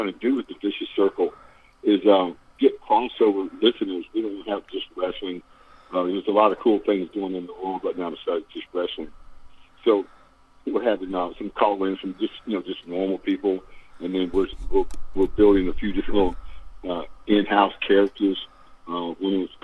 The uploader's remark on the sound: over the phone